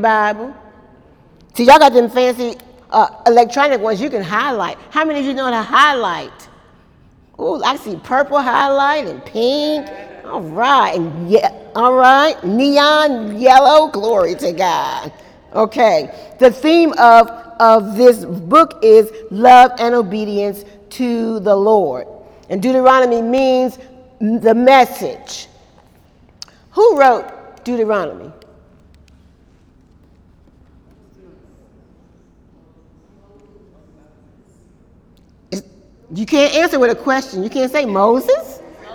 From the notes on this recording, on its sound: During Wednesday night service on May 2, 2018